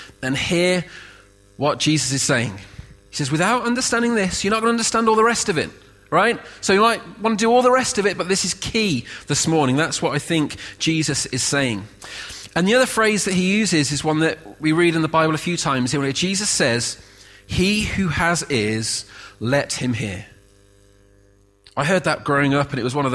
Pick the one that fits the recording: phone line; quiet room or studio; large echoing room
large echoing room